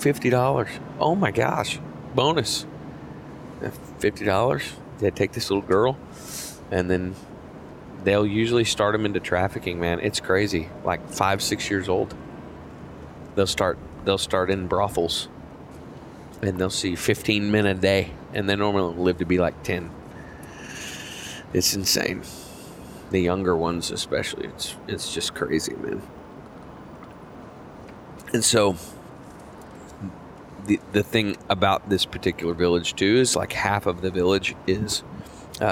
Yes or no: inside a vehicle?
yes